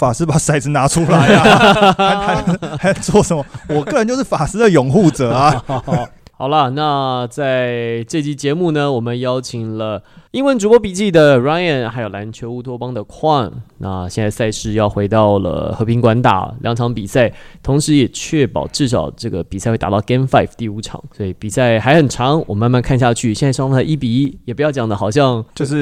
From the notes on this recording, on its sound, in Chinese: 這集是打完當下立馬在球場錄製的，與另外兩個國內受到歡迎的Podcast節目一起合作，分享我們在現場看到的一些細節。